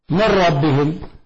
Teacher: الإدغام الكامل بارك الله فيك اللي هو من ربهم، هذا إدغام كامل لأن النون ذهبت بالكلية والنون صارت انقلبت راء أدغمت في الراء التي تليها فصار إدغاما كاملا